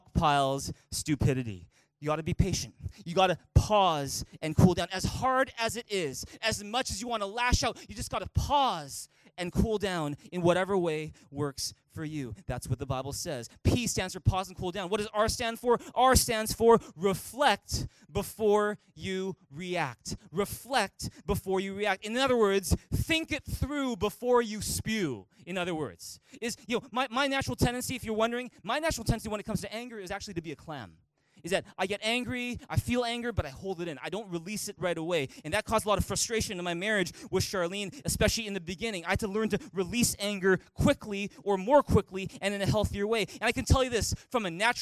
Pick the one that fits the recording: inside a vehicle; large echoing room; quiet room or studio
large echoing room